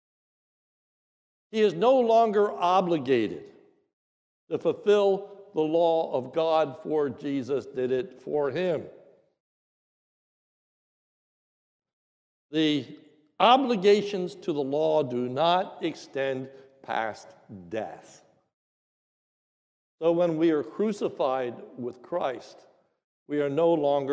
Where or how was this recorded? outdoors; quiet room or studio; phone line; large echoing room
large echoing room